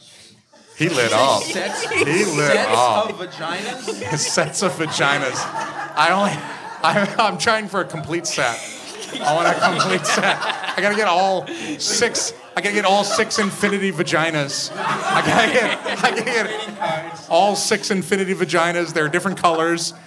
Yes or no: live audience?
yes